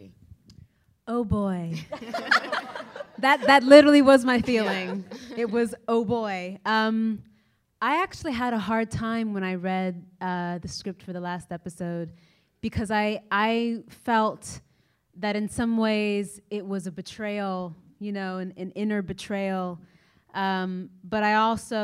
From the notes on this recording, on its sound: live from the ATX Festival!